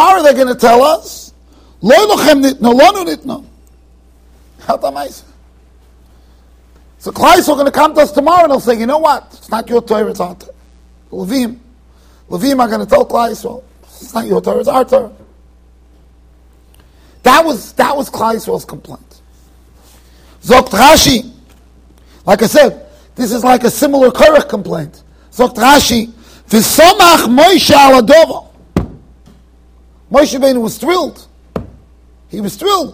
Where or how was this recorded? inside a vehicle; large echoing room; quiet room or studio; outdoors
large echoing room